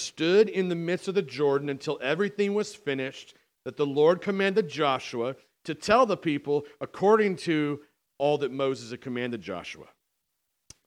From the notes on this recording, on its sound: on October 13th, 2019 at The Well, an Acts 29 and Converge Heartland Church in Hastings, NE